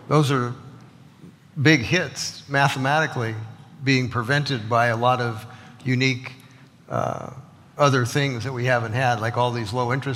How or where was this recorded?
live audience